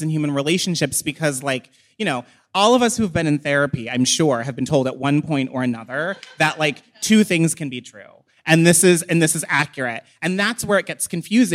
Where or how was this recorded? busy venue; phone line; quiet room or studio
busy venue